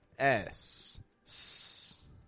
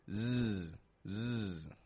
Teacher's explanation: it isn't always pronounced as an S. Sometimes it'll come out like a Z.